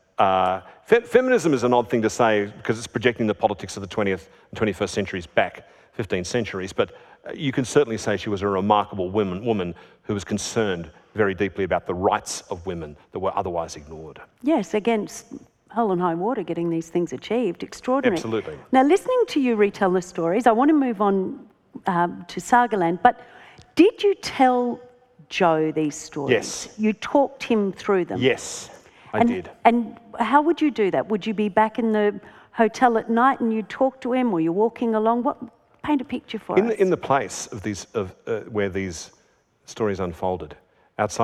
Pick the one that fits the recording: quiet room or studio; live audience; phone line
live audience